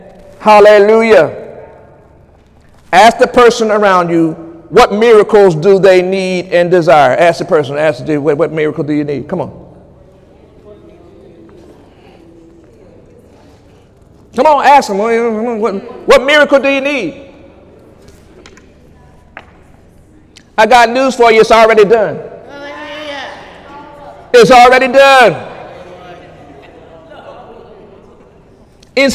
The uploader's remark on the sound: During Sunday morning service on April 15, 2018